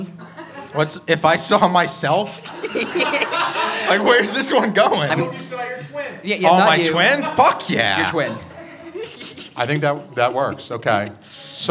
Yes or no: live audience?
yes